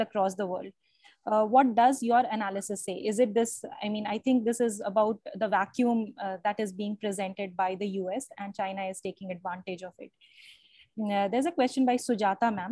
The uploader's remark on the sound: Zoom and Facebook Live